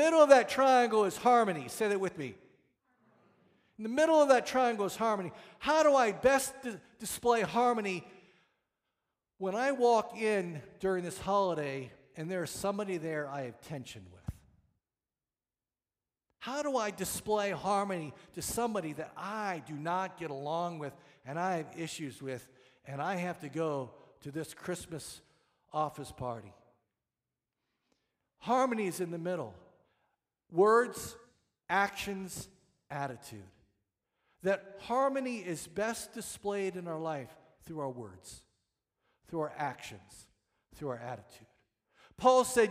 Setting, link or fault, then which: setting, large echoing room